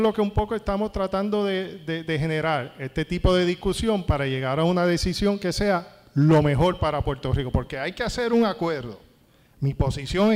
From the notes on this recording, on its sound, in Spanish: Una conferencia organizada por la MCA en la que un grupo de panelistas expertos discuten el acuerdo entre la AEE y los bonistas y su efecto en la economía.